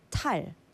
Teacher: 한국어의 디귿 발음은 무성음이기 때문에 영어의 달 그 D 발음과는 다릅니다